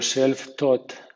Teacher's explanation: self-taught lleva dos acentos fuertes